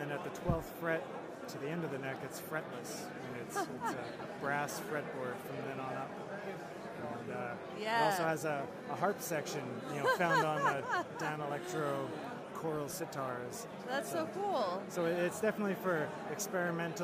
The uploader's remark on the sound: LIVE from the International Vancouver Guitar Festival